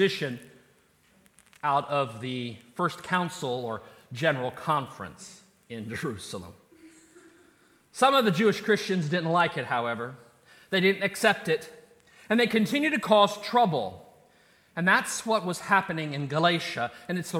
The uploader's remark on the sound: This is a recording of the scripture and sermon portion of our service